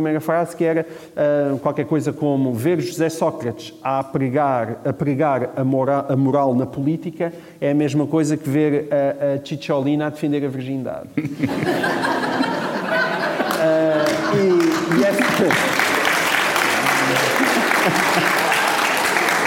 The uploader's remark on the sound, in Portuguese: A nossa estreia ao vivo